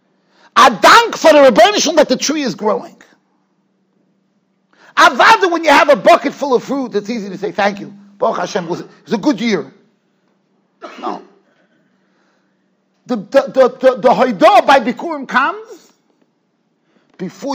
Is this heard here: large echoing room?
yes